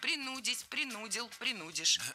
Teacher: Не принудить, а принудить. Ударение ставим на второй слог, на корень слова. И во всех формах его сохраняем. Принудить, принудил, принудишь.